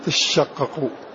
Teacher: فقوله فمن قرأ بتشققوا وتشققوا كلاهما لغتان، فمن خفف حذف احدى التائين اصوا تتشققوا، ومن ثقل ادغم التاء في الشين